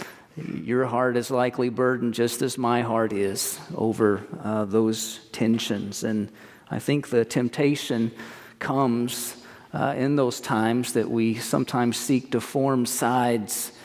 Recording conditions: large echoing room